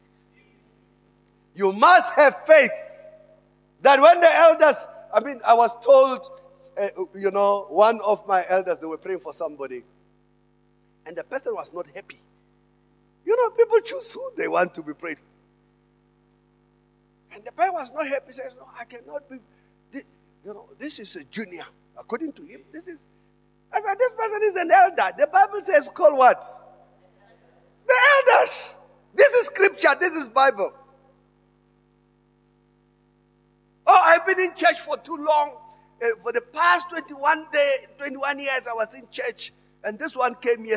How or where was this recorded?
large echoing room